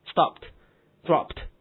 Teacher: 这两个词都是清辅音的，所以它读音是 t